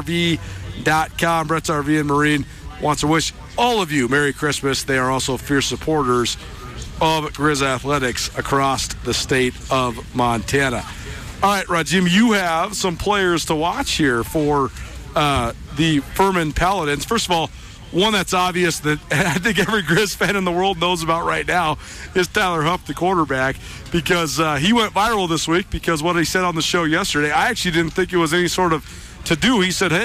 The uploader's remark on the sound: College Gameday Live! Live from the ESPN College Gameday tailgate right across from the University of Montana campus.